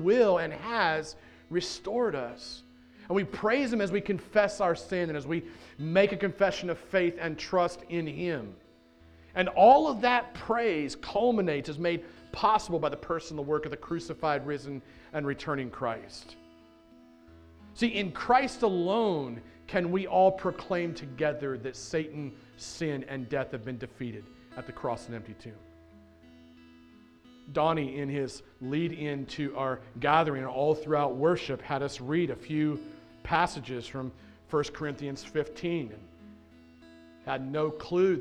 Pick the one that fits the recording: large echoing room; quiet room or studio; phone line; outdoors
large echoing room